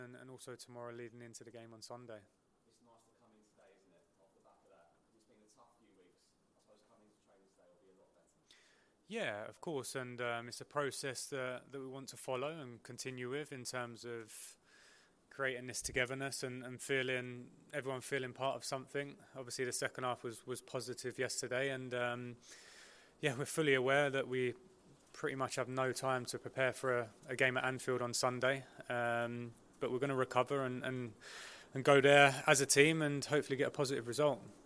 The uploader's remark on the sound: FULL PRESS CONFERENCE.